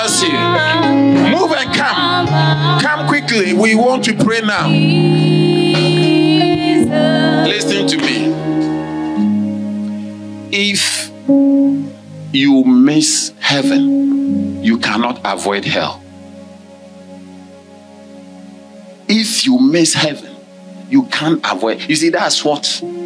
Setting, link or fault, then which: setting, large echoing room